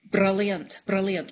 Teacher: they do a tapped R, which is tip of the tongue on the gum ridge bouncing off, ra. It's a, so it's like a rolled R, but it's like one instead of many, many all in a row, if you know what I mean.